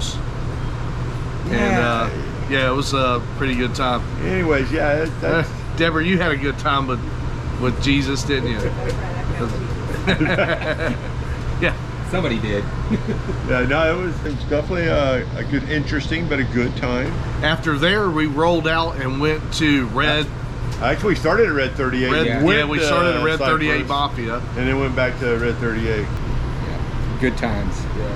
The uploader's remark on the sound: In this episode we are on location at the Daytona International Speedway for the Coke Zero Sugar 400.